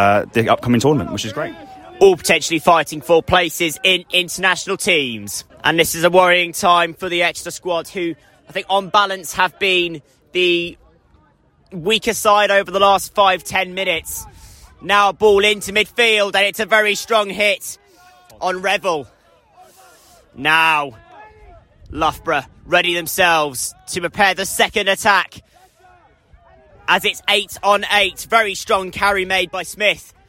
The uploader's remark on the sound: The top two teams in the Southern Premier division of BUCS Rugby League clashed at the Rubber Crumb. Live commentary of this clash of the titans between champions and vice-champions.